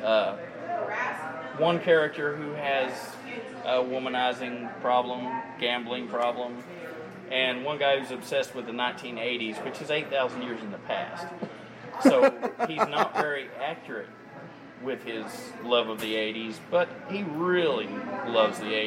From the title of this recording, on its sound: The guys check in from FantaSci 2021